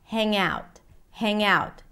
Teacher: But the ng sound becomes the beginning of the word out.